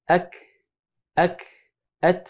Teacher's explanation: أت إلى هنا صفة الشدة، هذه صفة الهمس. فالهمس يأتي بعد الشدة، هذا الهمس في الكاف والتاء أغنى عن قلقلتهما